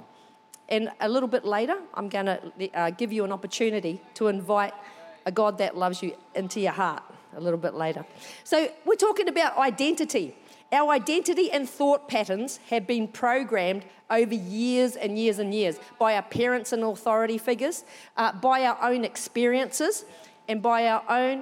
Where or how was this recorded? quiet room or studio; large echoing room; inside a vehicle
large echoing room